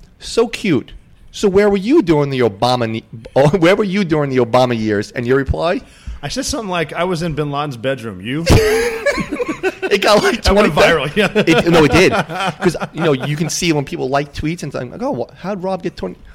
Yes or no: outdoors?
no